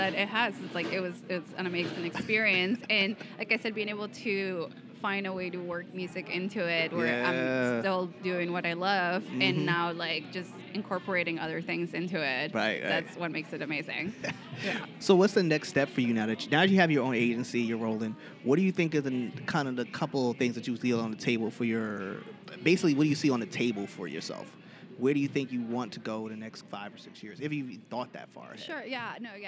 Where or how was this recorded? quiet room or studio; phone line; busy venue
busy venue